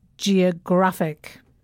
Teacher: When we say adjectives that end with IC, the stress falls on the penultimate syllable. That's the syllable just before the last one.